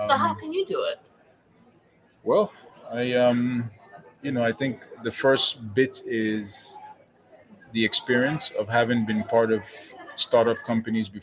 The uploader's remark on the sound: an on-location conversation that took place on a sunny Saturday in the window of the Never Fade Factory located on Old Compton Street